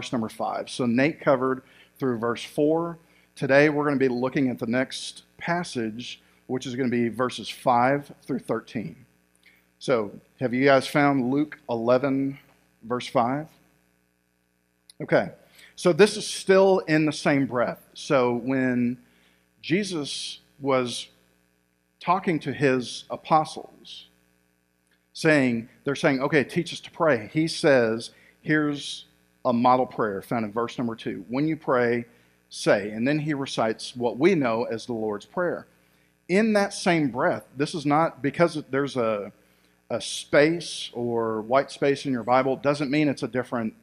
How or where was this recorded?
large echoing room